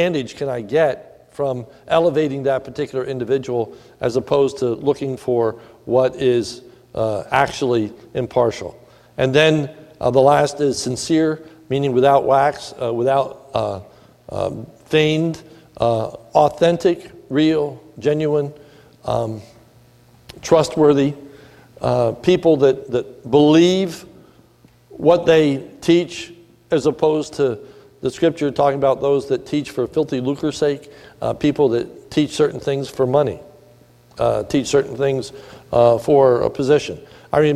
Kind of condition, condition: setting, large echoing room